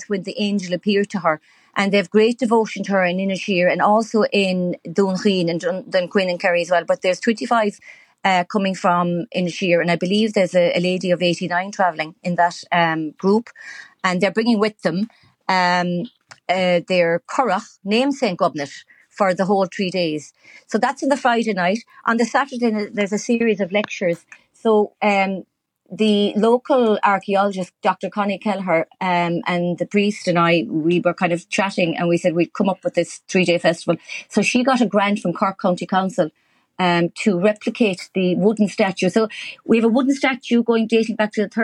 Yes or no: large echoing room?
no